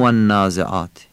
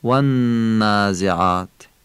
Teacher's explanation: نون مشدد قنه داره، یعنی نونو میکشیم · Shown in: second take